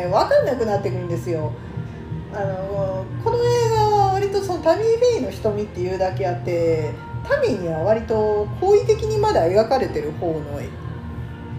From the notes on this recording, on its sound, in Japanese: カラオケルームで収録してるので、バックに雑音がかなり入ってます